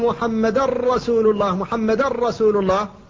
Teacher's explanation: أدغمت النون إدغاما خالصا في الراء · Term: الإدغام الخالص